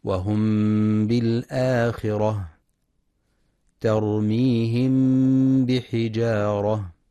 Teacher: مع إطباق الشفتين بدون تشديد أي الكز مع بقاء الغنة في الميم. وضابط الإخفاء الشفوي في المصحف تعرية الحرف الأول من حركة السكون التي هي الميم، وعدم تشديد الحرف التالي لها الباء.